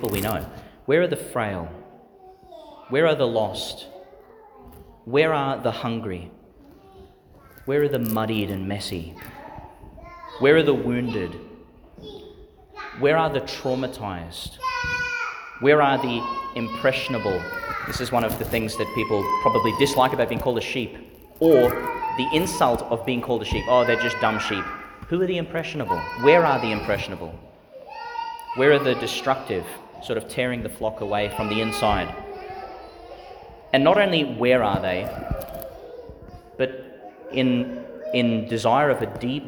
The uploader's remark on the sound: Homily for the Eleventh Sunday in Ordinary Time, delivered in St Peter Chanel Church, Tannum Sands, Qld.